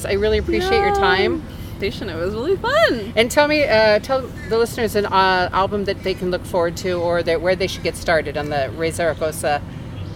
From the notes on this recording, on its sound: Join us backstage at Live Oak Music Festival.